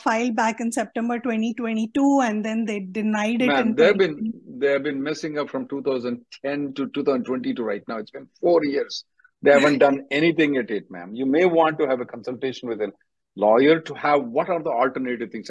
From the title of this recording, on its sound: Conference Call Jan 17th 2024